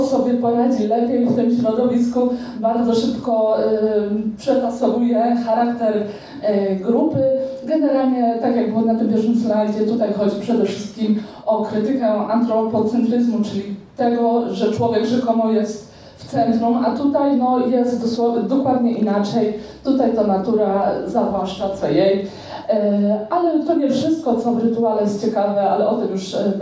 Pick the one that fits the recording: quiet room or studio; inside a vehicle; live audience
live audience